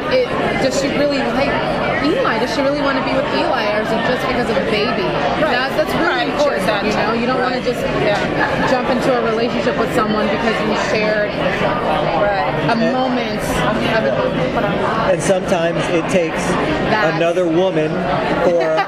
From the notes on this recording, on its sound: at the Day of Days event